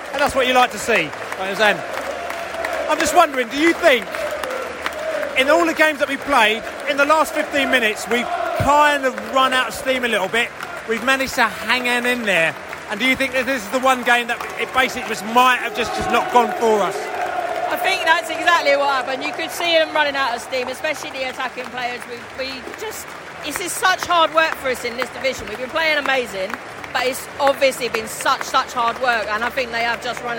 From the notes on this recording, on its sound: Post-Match Podcast From The Stands and Pub. We spoke to both Brentford and Brighton fans in the stands and in the pubs after the match.